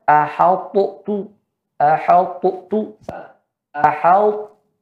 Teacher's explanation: Dan caranya ya seorang membacanya dengan menetapkan sifat tebal pada ta namun tidak dipantulkan. · Term: idghamun naqis